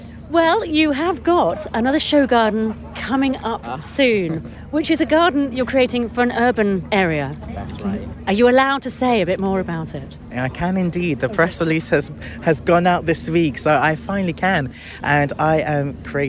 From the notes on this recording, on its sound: From BBC Gardeners' World Live, June 2023. Visits the BBC Gardeners' World Live show, at the NEC in Birmingham.